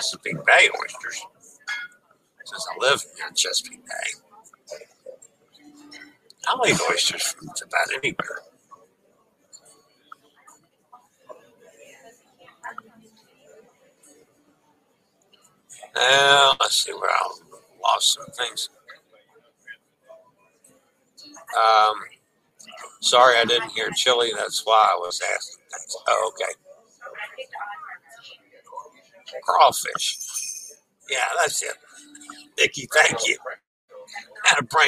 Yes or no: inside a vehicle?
yes